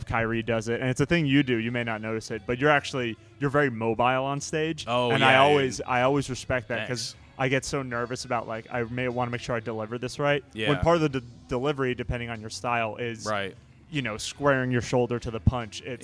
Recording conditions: outdoors